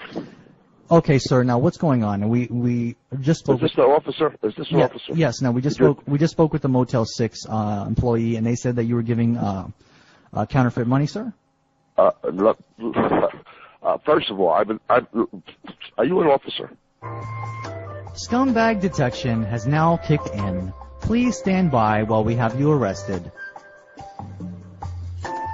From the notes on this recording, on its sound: …'s Personal Prank Phone Calls Collection.